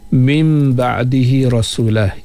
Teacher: Ikhlab pada huruf nun mesti berjumpa dengan ba sekadar dua harakat